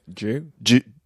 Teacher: So it can be do you or d you, and it can be ju. Yeah. Ju.